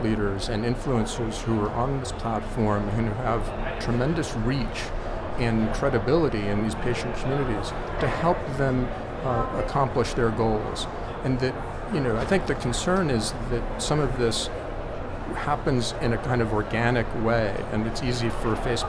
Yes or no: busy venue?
yes